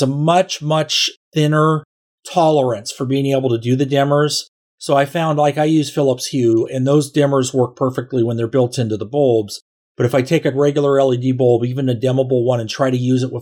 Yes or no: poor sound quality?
no